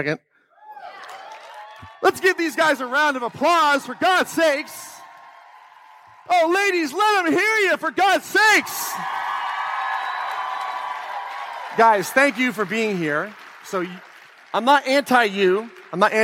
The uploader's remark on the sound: This week I’m sharing a clip from the last Claim Your Power Live.